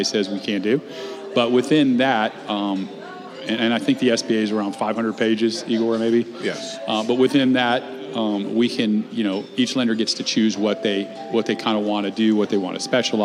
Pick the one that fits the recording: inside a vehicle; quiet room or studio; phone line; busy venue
busy venue